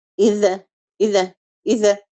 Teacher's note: تبص تلاقي حصلت رعدة كده في اللسان وحصلت قلقلة. يبقى المكوس أو الوقف على الحرف، الاستراحة على الحرف الساكن بيمنع اهتزازه، ولذلك ما بيحدثش قلقلة.